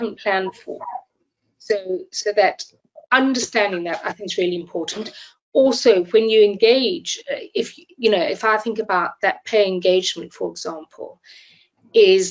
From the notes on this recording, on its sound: This episode was first broadcast as a live webinar in January 2024.